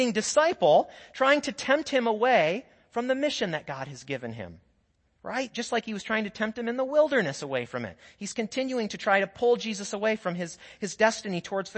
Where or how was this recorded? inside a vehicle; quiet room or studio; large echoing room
large echoing room